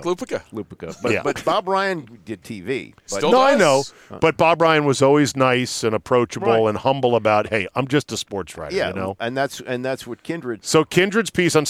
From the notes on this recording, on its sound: join me in the van to discuss